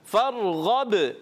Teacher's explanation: را کا جو درجہ آتا ہے وہ مستعلیہ کے بعد موٹا کریں گے مگر ایک لمٹ میں